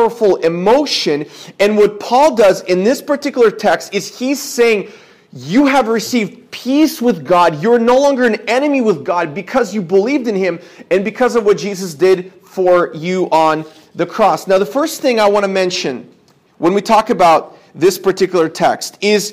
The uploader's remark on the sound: This is a sermon I preached at my church